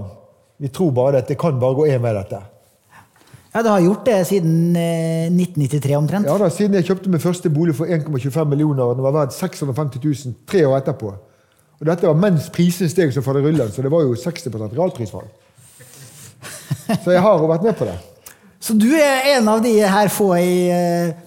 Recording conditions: live audience